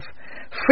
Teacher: Make sure that the underlined, unstressed T's sound like a soft D.